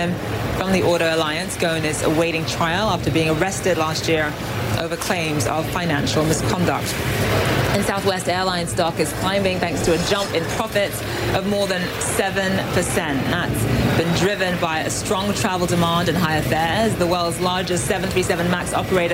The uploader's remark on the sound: live from the New York Stock Exchange